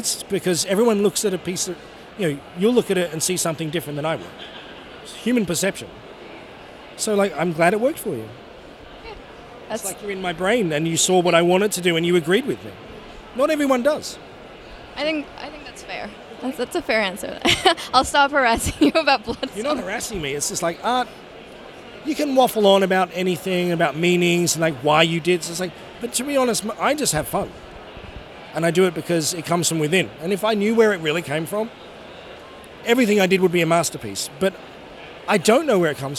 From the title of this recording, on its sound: Interview at Five Points Festival 2017